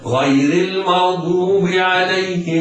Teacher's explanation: الألف في الضالين حرف مد يمد مدا مشبعا بمقدار 6 حركات لوقوع اللام المشددة بعدها والياء مد عارض للسكون نقرأ سورة الفاتحة